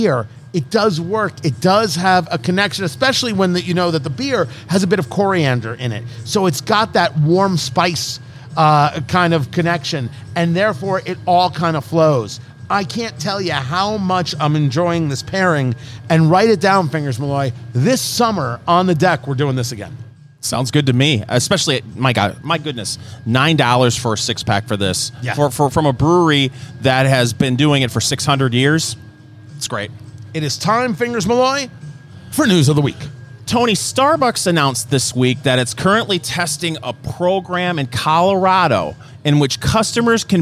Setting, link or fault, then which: setting, busy venue